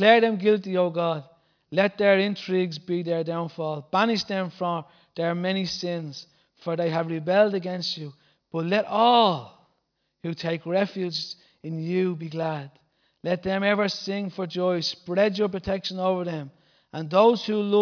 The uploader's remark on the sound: Recorded live at Liberty Church on 7th April 2019